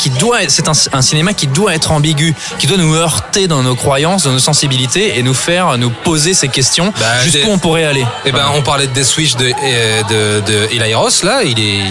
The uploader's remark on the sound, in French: Enregistré au Hurling pub (8 Rue Descartes, 75005 Paris), le samedi 12 mai 2018.